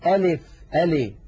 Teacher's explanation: بدل أن ينطق اللام مكسورة ينطقونها بحركة ممالة